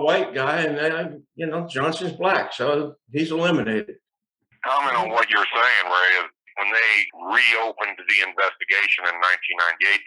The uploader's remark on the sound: Snow & Tell Zoom Discussion. ZOOM discussion Saturday afternoon with family and supporters.